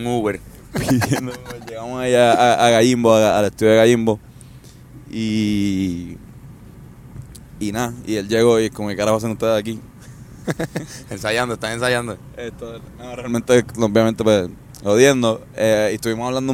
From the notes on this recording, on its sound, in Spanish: Grabamos en la antesala de un ensayo. Pero terminamos haciendo un roadtrip de barras riopiedrenses.